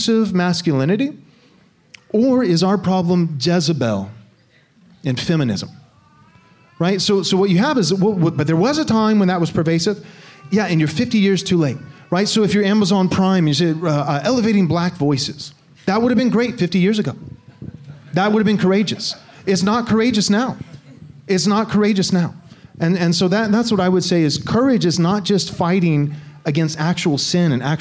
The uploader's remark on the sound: Answer questions submitted by a live audience during our 2022 conference called “Resisting Tyranny and Wokeness."